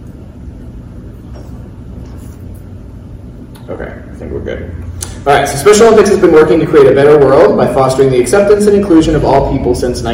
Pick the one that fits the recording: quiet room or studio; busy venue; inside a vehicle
busy venue